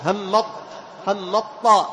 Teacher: على طول بعد الميم تنطق إيش؟ بالطاء، تذهب التاء تماما. طيب، لأن هنا أدغمنا الضعيف القوي فكان الإدغام كاملا. · Term: إدغاما كاملا